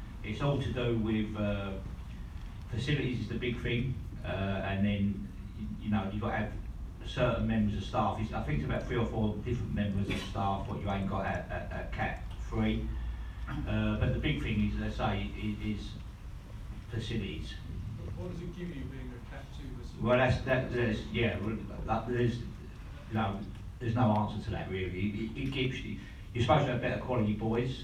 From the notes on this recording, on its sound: This special Meet The Chairman Q&A was recorded in the 1881 Suite. Answered questions from a live audience of Leyton Orient fans.